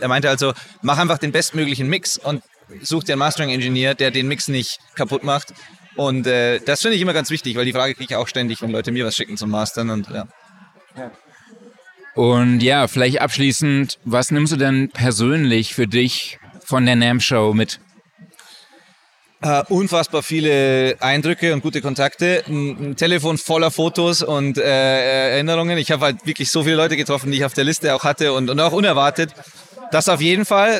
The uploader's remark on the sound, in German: Wir haben auf der NAMM Show spannende Einblicke in die internationale Musikwelt gewonnen und nehmen euch mit in das Getümmel. Im Convention Center von Anaheim führten wir Gespräche mit bekannten Herstellern wie Waves, Elysia und SoundRadix über ihre neuesten Produkte. Die lebhafte Atmosphäre der Messe.